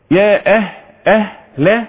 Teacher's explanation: الهاء الضعيف الهاء تخفى فحلو في إظهارها